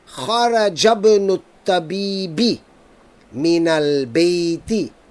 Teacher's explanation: the word ibnun is preceded by a word. So we are not going to pronounce the hamza.